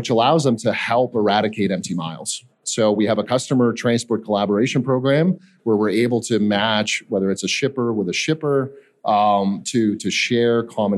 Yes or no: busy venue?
yes